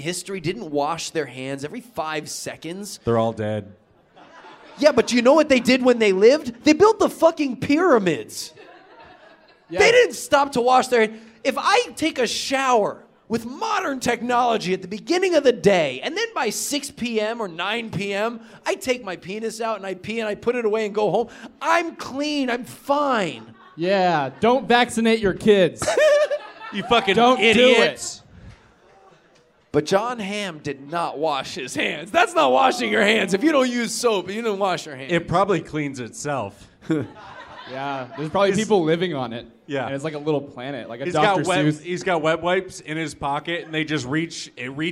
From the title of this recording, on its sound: (LIVE)